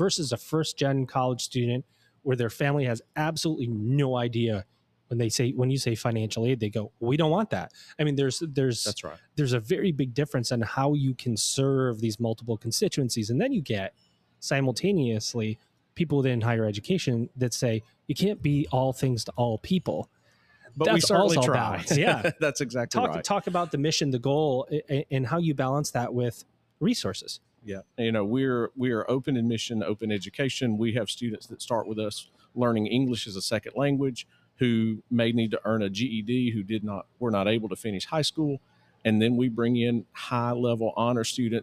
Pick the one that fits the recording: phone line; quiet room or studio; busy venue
busy venue